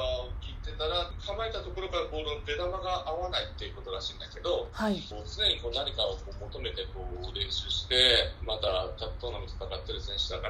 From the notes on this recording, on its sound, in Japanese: 電話でのツアートークで音声がお聞き苦しいところがありますがご了承ください。